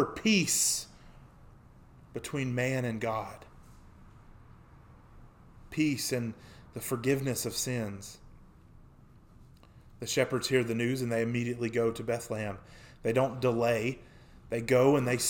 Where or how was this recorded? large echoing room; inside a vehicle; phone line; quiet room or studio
large echoing room